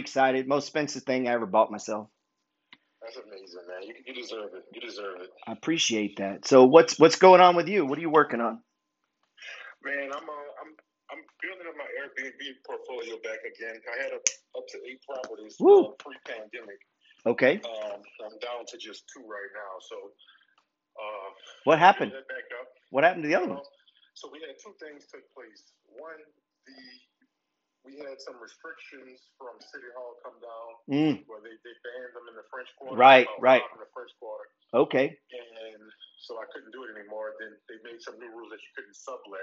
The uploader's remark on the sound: Calling Followers on the Phone